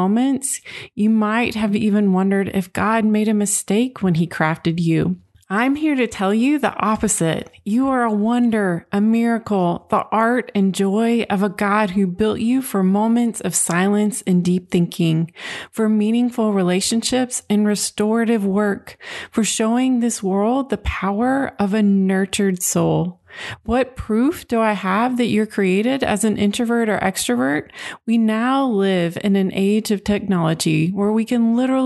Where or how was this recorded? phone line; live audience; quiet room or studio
quiet room or studio